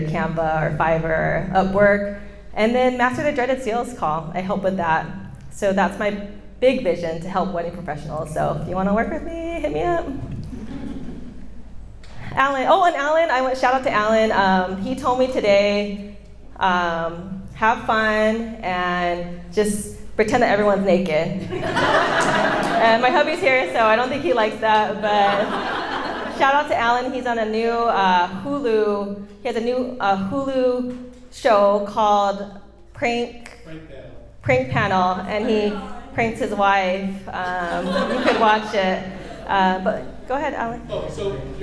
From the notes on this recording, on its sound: This is the audio of my speech at a WIPA Event. It's my big speaking event and 75 wedding pros attended.